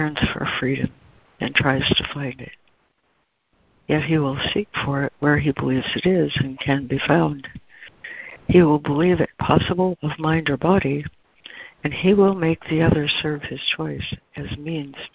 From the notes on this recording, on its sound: ACIM Daily Conference Call.